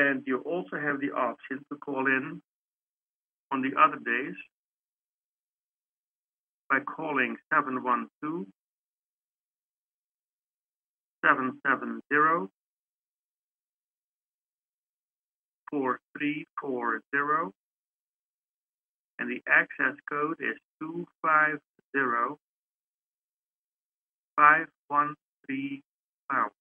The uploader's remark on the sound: Conference Call LIVE, November 8, 2021